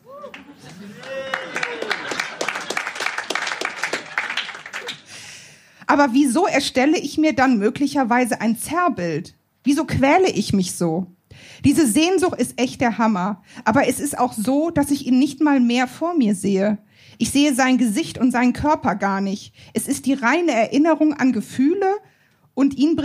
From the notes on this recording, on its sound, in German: Hört Ihr einige Beiträge von unserer Show vom 06.07.2023 im Baergarten des Revier Südost. Heißen Dank an den Baergarten des Revier Südost, unser tolles Publikum.